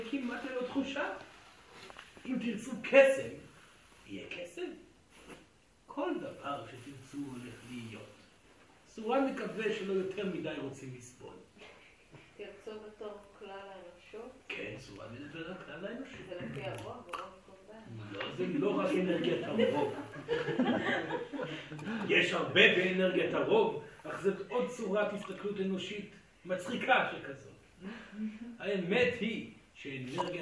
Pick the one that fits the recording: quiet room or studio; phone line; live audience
live audience